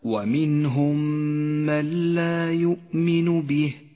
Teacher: المثال التالي على الإدغام الشفوي في قوله تعالى: ومنهم من لا يؤمن به. ومنهم من، الميم الساكنة بعدها ميم متحركة، تصيران ميما واحدة مشددة تحتاج إلى غنة زمنها حركتان، ولذلك لونت بالأخضر في مصحف التجويد إشارة إلى موقع الغنة.